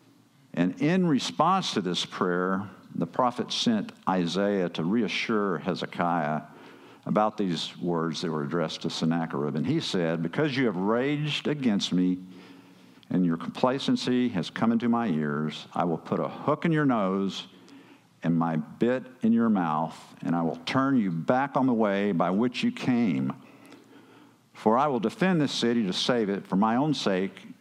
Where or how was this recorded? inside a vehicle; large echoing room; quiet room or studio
large echoing room